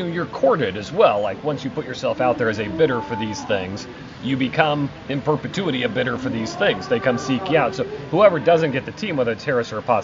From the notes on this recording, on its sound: Live from the NFL league meetings in Phoenix.